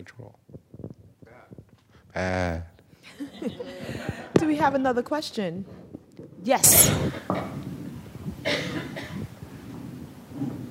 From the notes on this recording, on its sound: joined onstage by the rest of the symposium’s presenters